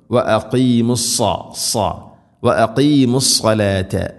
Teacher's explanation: സാദ് ഇസ്തിഇലാഇൻ്റെ അഥവാ സ്വരഭാരത്തിൽ ഉച്ചരിക്കേണ്ട അക്ഷരമാണ്, കനപ്പിച്ച് ഉച്ചരിക്കണം.